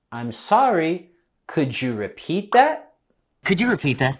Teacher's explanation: Y lo vamos a subir la voz y entonación al final de la pregunta.